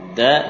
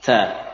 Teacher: Da dibaca dengan tidak melepaskan nafas.